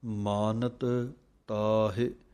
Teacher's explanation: ਮਾਨਤ ਦਾ ਤੱਤਾ ਅਲੱਗ ਬੋਲਣਾ ਹੈ, ਤਾਹੇ ਦਾ ਵੱਖਰਾ ਬੋਲਣਾ ਹੈ